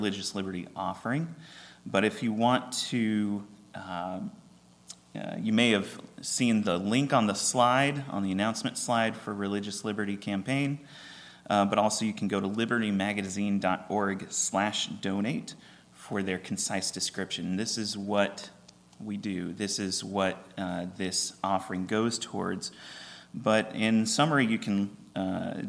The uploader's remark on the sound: at Ringgold Seventh-day Adventist Church